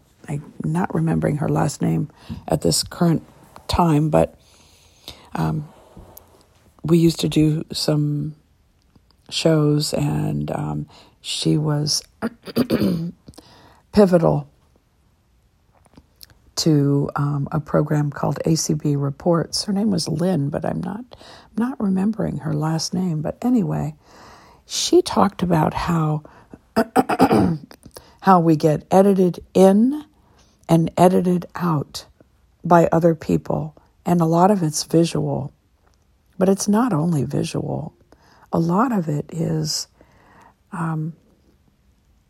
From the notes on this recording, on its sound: I decided to be quite spontaneous this morning and to sit in my recliner, using the app "Just Press Record" and share what I was getting.